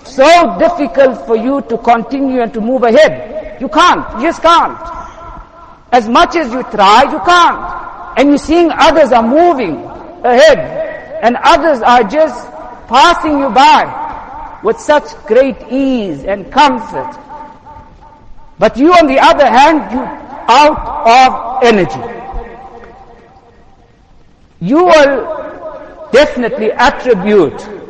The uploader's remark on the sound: Jumuah lecture.